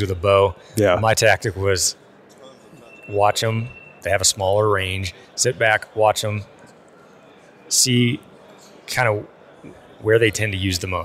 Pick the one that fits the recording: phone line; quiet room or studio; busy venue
busy venue